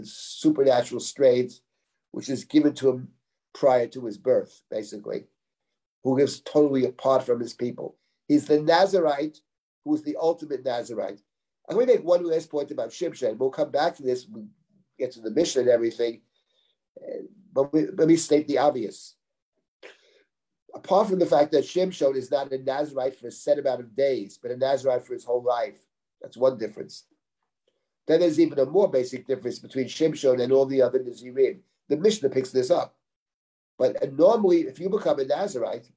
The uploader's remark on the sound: This audio was originally captured from Zoom